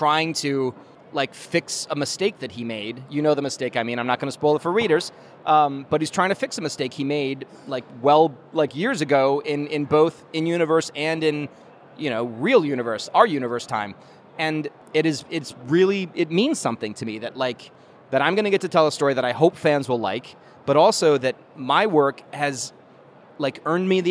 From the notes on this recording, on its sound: During Star Wars Celebration, I took a break from the show floor, headed upstairs to the convention center bar and sat down.